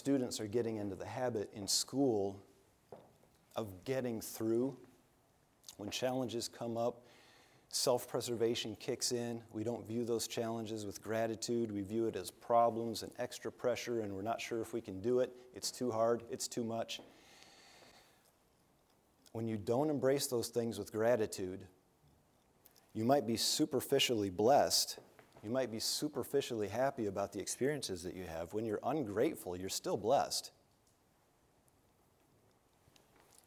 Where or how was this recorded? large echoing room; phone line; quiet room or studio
large echoing room